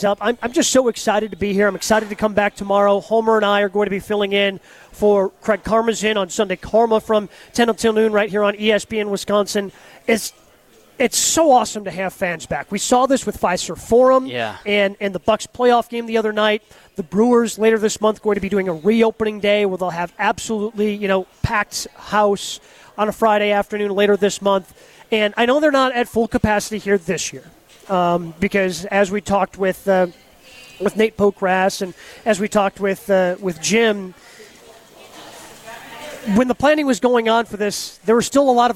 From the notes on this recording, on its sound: Live from the AMFAM Championship